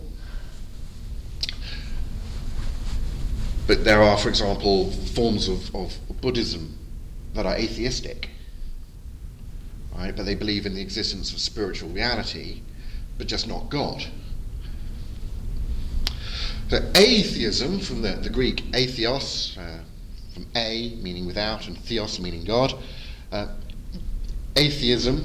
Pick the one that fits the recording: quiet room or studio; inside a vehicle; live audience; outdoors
live audience